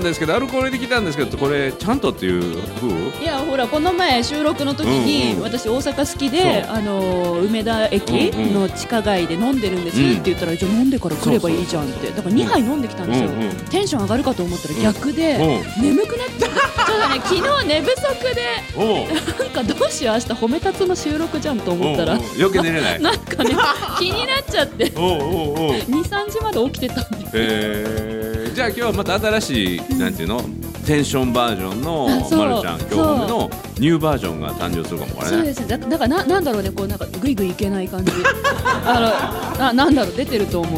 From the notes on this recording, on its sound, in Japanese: 番組初の公開収録でお集りいただいた皆さんとの。